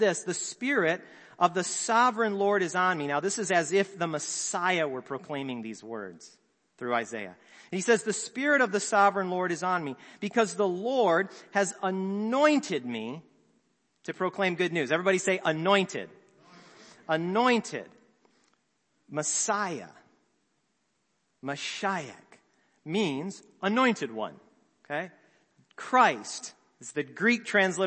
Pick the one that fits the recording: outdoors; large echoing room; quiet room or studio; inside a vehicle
large echoing room